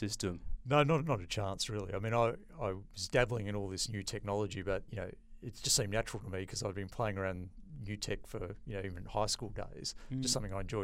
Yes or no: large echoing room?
no